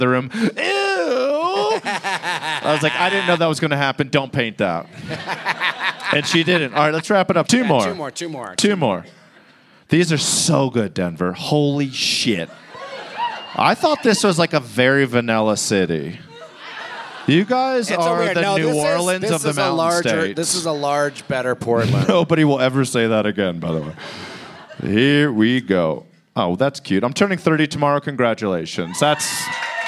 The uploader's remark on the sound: It's Bananas live from Denver!